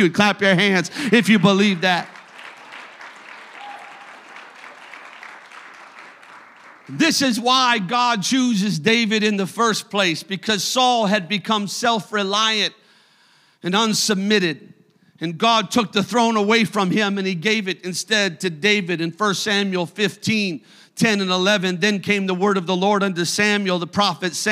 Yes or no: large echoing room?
yes